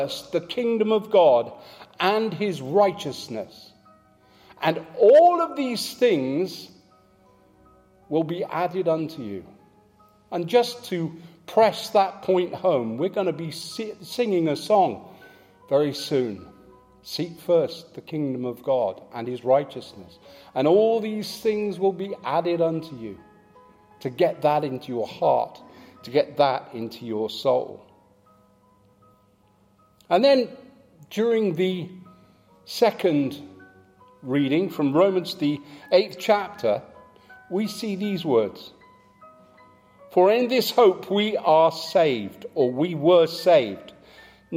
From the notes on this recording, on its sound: Live from St Matthews